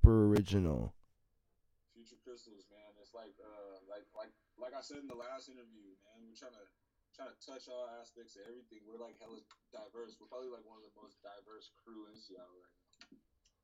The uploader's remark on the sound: Sorry for the technical difficulties. Had to share this dirty audio episode because the message in it.